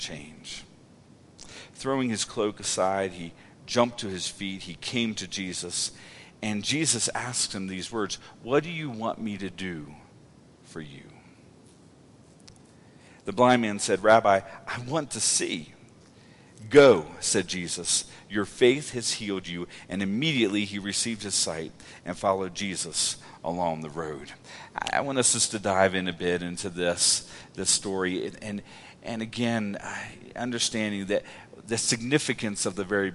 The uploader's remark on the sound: Woodland Life Church Live